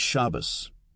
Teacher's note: An example is Shabbos, Sabbath, with the accent on the first syllable